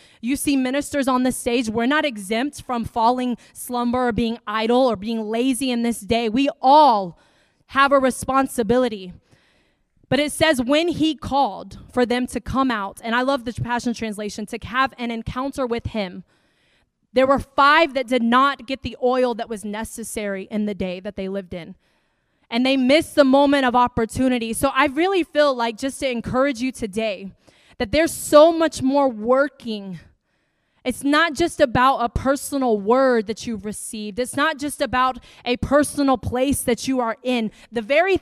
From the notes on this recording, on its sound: Preaching at the Deeper Conference hosted by Home Church in Long Island, NY.